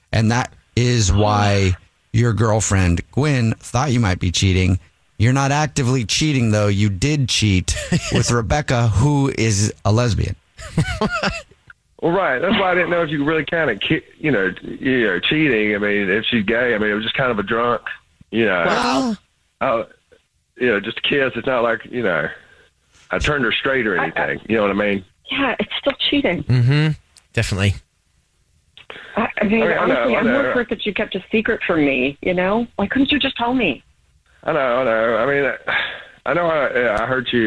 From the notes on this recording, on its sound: on the phone